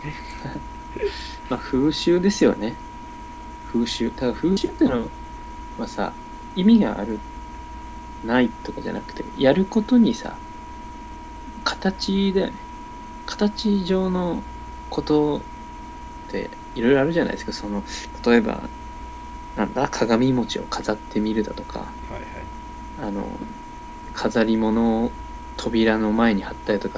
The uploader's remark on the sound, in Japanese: 雑音にご注意ください。